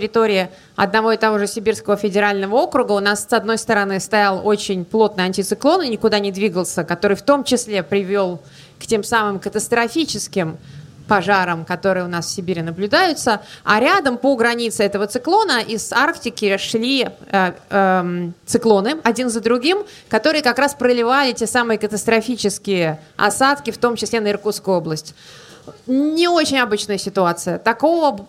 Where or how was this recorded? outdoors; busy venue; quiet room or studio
busy venue